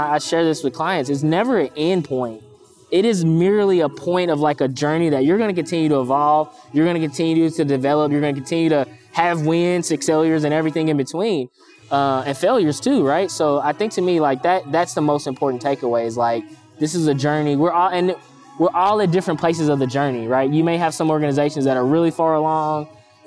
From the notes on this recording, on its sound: From the conference floor of the AFP (Association for Financial Professionals) in Philadelphia.